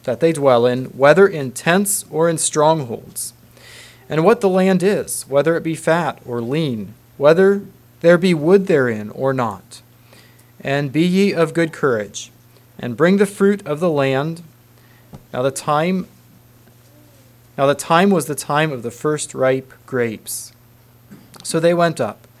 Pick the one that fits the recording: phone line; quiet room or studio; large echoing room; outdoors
large echoing room